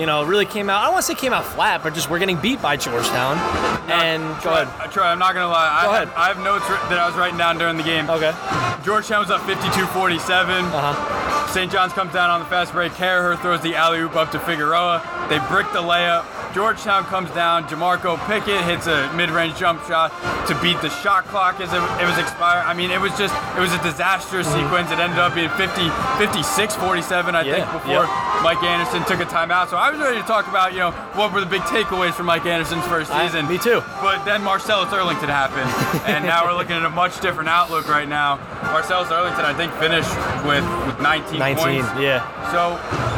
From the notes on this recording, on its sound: live from MSG